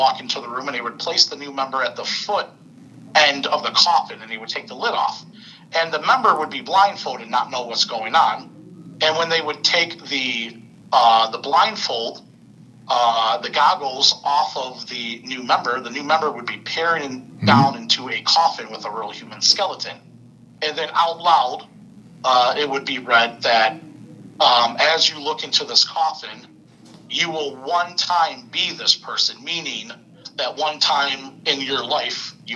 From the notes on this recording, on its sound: Recorded at via phone in Grand Rapids, Michigan, and Mt. Clemens, Michigan.